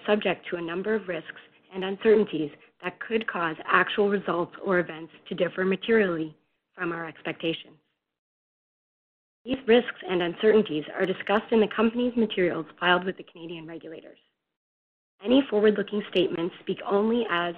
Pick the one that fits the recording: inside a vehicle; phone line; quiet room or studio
phone line